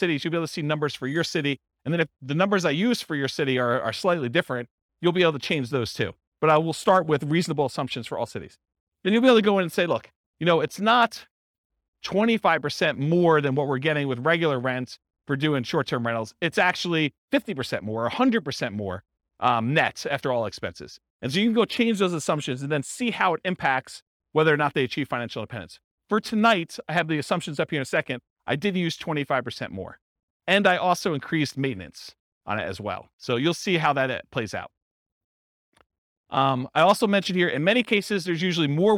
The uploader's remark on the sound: This was a live class recorded